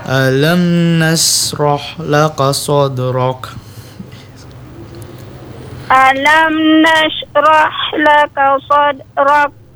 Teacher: Nas sama ro-nya dialirkan, Ibu, jangan diputus.